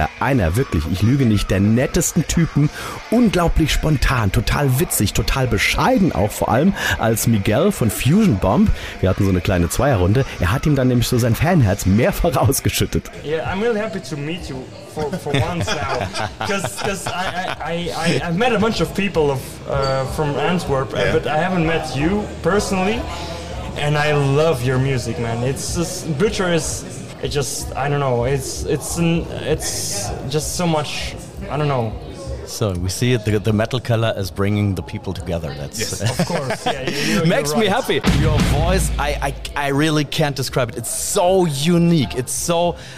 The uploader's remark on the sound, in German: Der Metalkeller hinter den Kulissen eines kleinen aber feinen Festivals. Sonne, See, sehr viel Musik und super Laune. Hinter den Kulissen des Iron Festes in der Westpfalz.